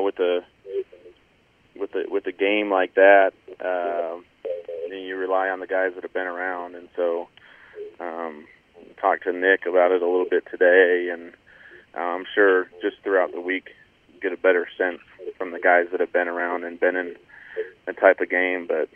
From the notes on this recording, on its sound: Addressed Reporters on a Conference Call